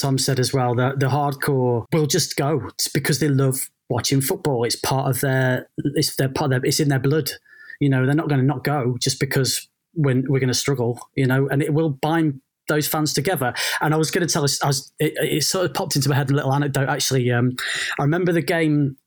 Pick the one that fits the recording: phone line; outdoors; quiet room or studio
quiet room or studio